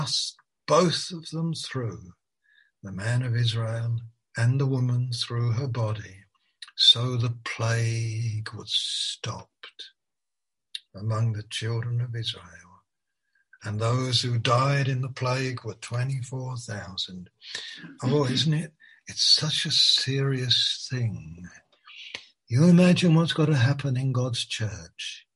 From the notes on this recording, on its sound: Malaysia Meets (Zoom).